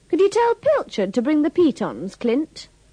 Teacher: remember to pronounce could with the schwa